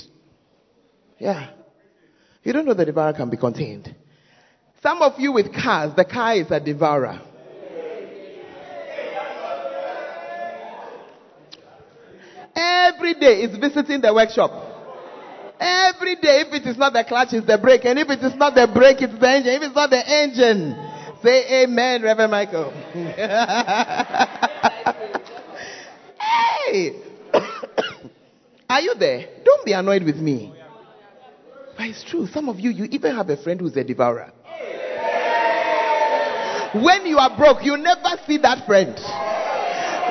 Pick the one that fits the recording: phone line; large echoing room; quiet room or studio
large echoing room